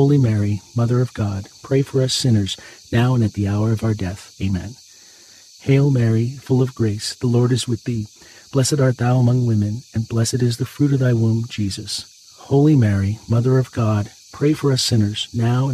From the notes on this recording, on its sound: Get closer to nature and enjoy the soothing outdoor sounds of cicadas singing on a warm summer night alongside this Monday rosary.